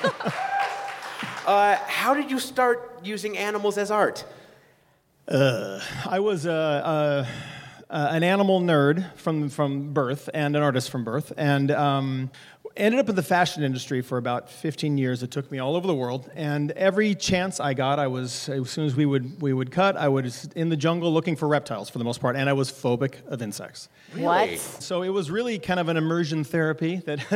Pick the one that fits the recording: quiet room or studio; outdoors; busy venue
busy venue